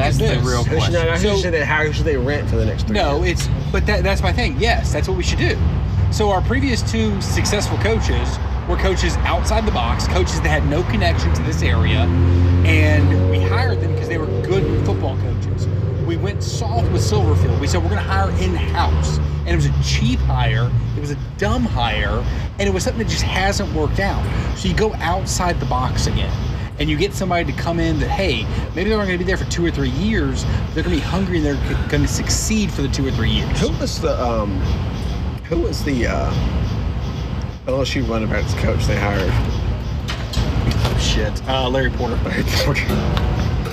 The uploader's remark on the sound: The fellas are all together in one place! We are on location at Second Line in Memphis.